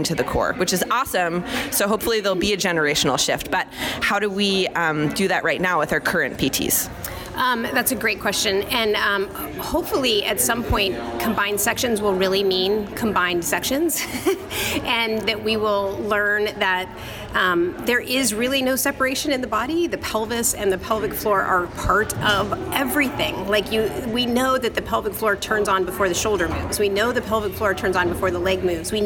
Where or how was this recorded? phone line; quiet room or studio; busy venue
busy venue